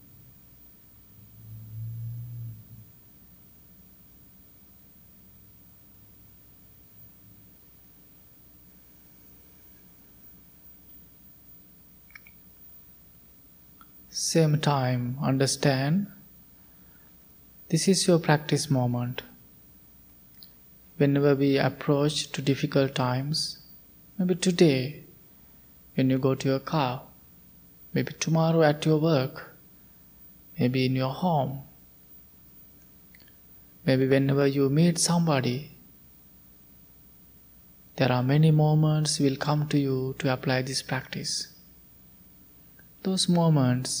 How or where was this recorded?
large echoing room